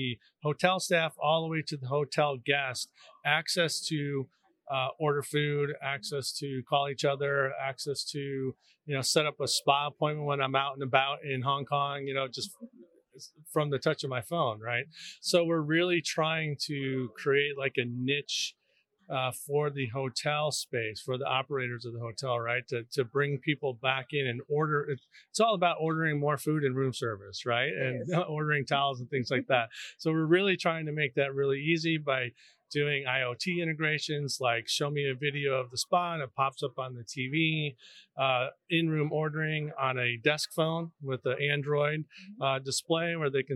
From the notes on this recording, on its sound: Live from PTC'20